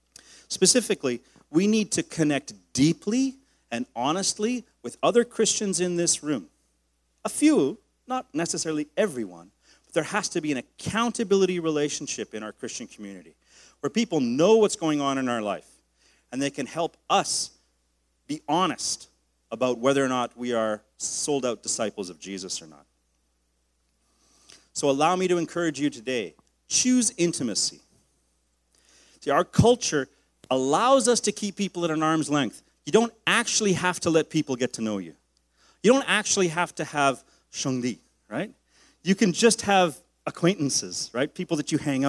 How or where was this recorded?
large echoing room